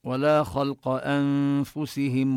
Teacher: النون نخفيها عند الفاء، ننتقل من الهمزة إلى مخرج الفاء ونبقي الغنة، لا نطيل كثيرا إنما نظهر الغنة.